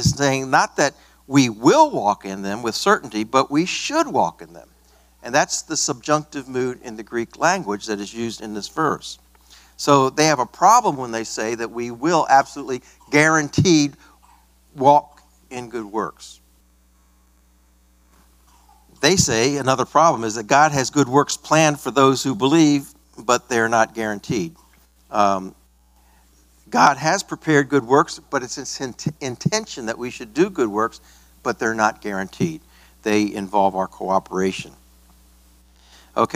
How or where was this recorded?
large echoing room